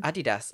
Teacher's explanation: So you put the stress on the second syllable.